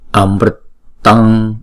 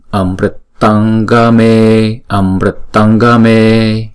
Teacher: Nhưng mà đứng theo sau chữ nó là chữ G, chúng ta đọc bằng phần guttural ở trong cổ họng, thì chúng ta phải chuyển chữ Anuswara này thành chữ ng · Shown in: second take